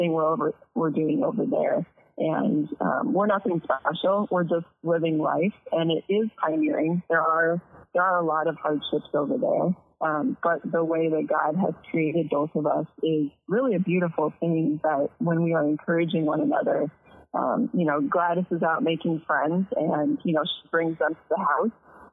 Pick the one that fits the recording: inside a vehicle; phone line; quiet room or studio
phone line